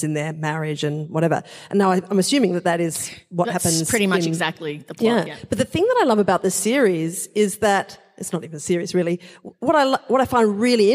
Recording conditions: live audience